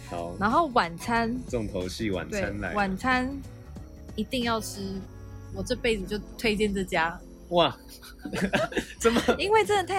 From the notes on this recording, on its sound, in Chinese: 那這集呢是在戶外咖啡廳錄製。如果有一點點小雜音 大家請見諒~ (已盡量降噪了哈哈)。